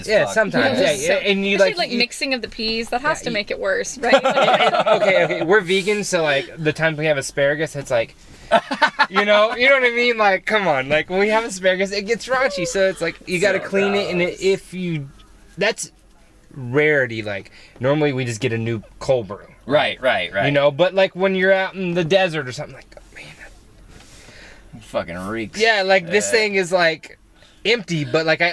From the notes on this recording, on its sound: From the van. Living and working full time in their van.